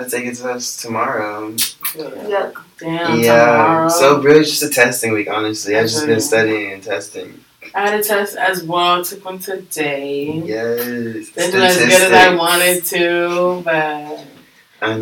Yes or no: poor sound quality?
yes